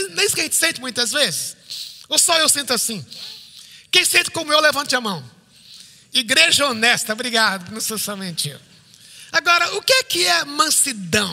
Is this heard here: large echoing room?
yes